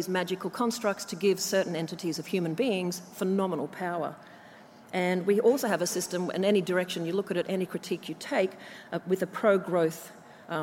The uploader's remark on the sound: from the 'Environmental Justice 2017' Conference, held at the University of Sydney (6-8 November).